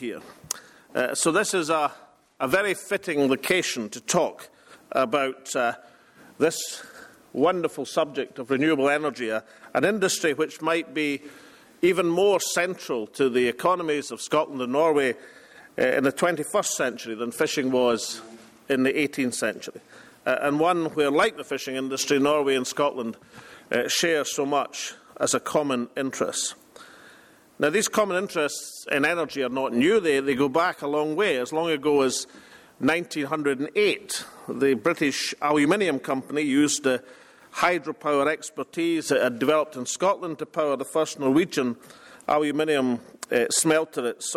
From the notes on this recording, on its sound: First Minister speaks at International Renewables conference in Bergen.